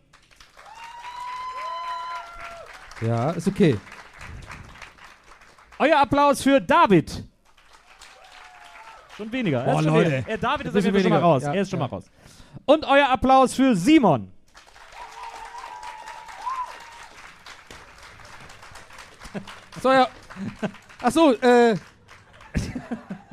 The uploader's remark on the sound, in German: Wir haben uns in Leipzig eine Bühne mitten ins Auge eines Orkans stellen lassen. Gästeliste Geisterbahn live in Leipzig auf der Moritzbastei.